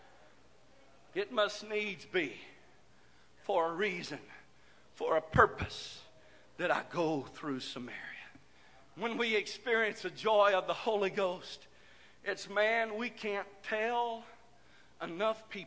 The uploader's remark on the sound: This message broadcast live from the First Pentecostal Church of Silsbee, Texas.